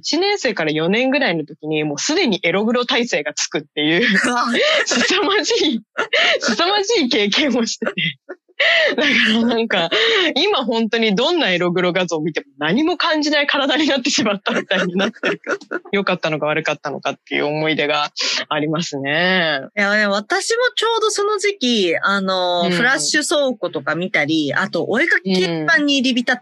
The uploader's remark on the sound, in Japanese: 今週もリモート収録です。